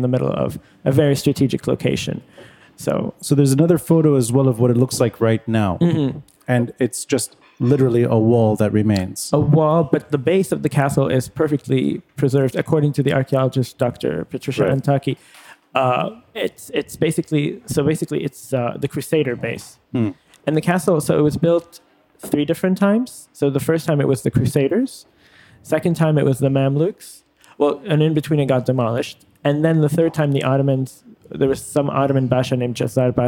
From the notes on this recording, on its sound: Recorded live at Aaliya’s Books. Our conversation includes a Q&A section. An audience debate.